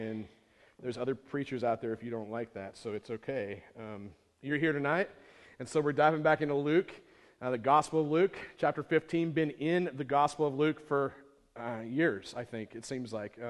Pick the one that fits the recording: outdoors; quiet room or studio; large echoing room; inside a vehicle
large echoing room